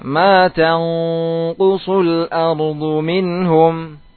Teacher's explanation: Ikhfanya langsung di qaf makhrajnya.